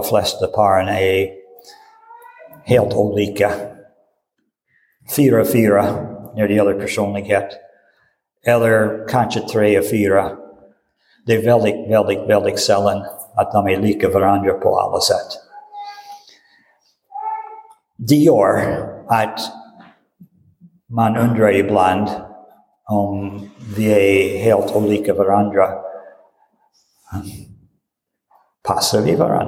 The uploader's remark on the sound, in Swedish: Inspelad i Roseniuskyrkan den 19 februari 2023.